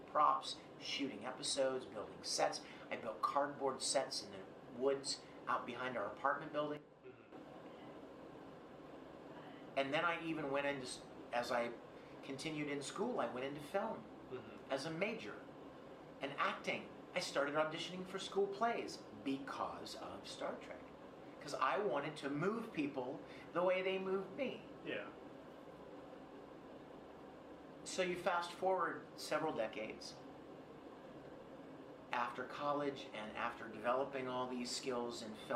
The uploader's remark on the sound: EXCLUSIVE Interview at HAWAII CON 2019